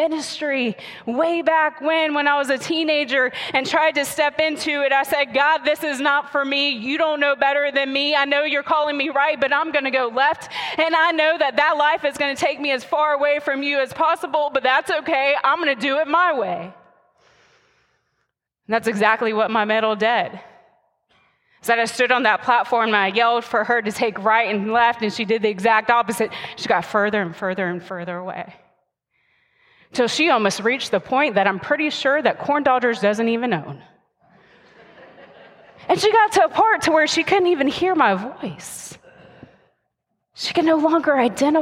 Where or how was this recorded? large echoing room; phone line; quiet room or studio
large echoing room